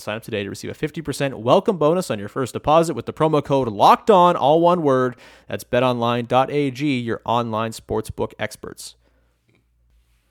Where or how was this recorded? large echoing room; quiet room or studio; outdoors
quiet room or studio